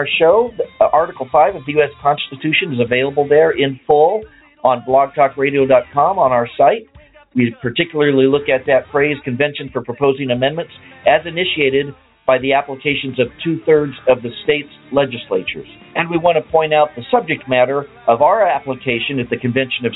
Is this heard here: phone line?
yes